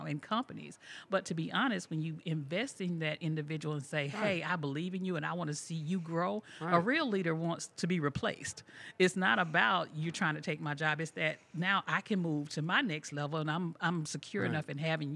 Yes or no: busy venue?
yes